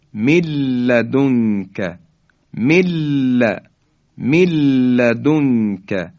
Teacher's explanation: نون ساکن حذف میشه و حرف بعدی یعنی حرف لام مشدد بیان میشه